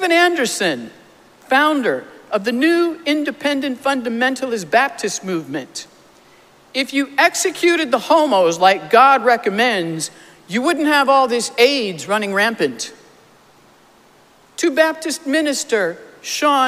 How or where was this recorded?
large echoing room